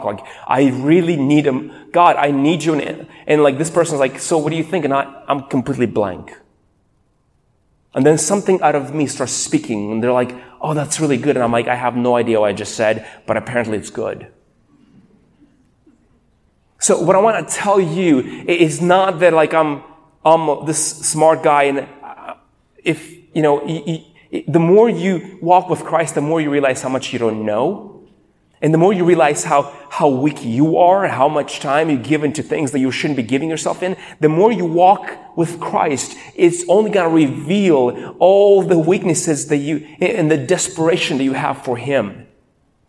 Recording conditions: large echoing room